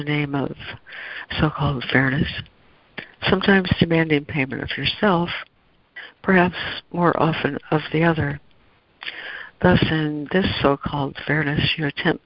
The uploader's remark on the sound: ACIM Daily Conference Call.